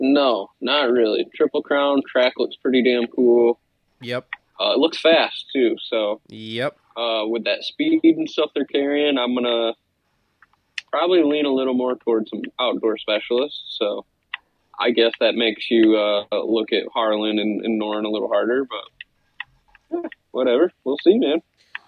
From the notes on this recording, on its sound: get on the phone